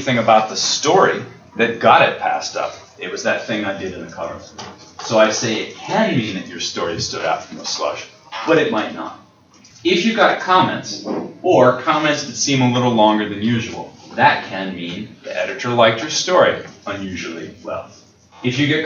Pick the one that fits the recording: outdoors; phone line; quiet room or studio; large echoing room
large echoing room